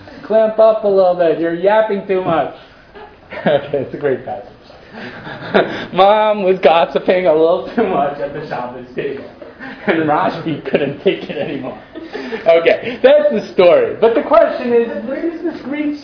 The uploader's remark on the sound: This audio was originally recorded on 02/24/2014 as part of Drisha's lecture series on the topic of Judaism and Other Cultures: Influence, Intersection, and Impact .